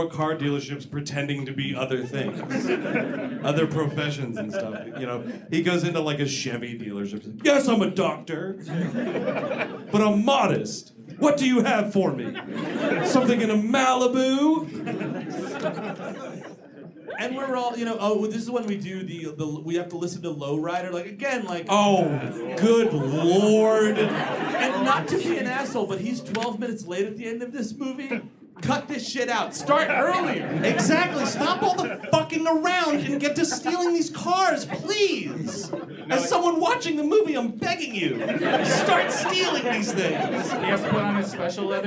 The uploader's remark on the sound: Live in D.C.